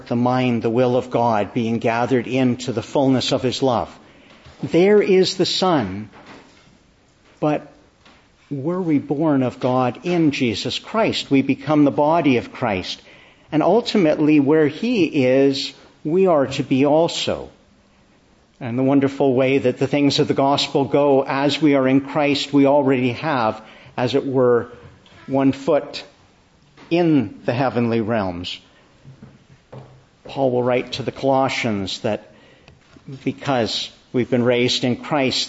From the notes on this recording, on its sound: Evening Service. Preached in the Church of the Annunciation of the Blessed Virgin Mary, Ottawa, on the Solemnity of the Ascension.